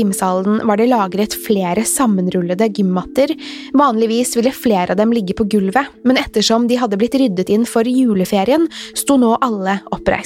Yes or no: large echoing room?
no